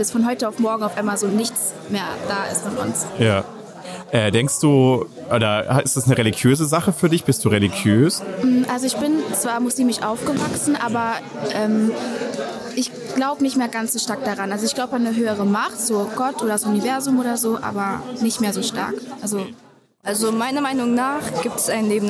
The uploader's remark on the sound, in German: Spezial Folge vom Demokratie Tag. Demokratietag in Ingelheim aufgenommen. Aus einer bunten Auswahl an Fragen konntest du an unserem Stand eine auswählen. Wir haben mit dir darüber diskutiert und kurze Statements aufgenommen.